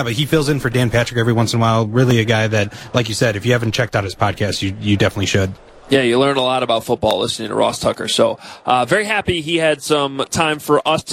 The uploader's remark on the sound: Live on Radio Row in Atlanta as the city and the rest of the football world get ready for Super Bowl 53.